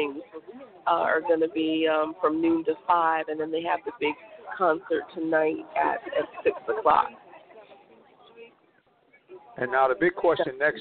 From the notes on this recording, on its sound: LIVE from African-American Museum dedication in Washington,DC. Our special DC correspondents are on the scene with coverage.